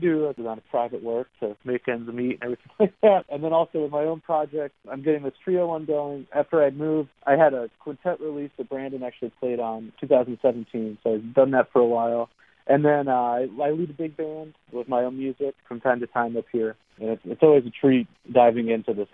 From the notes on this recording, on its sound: he spoke by phone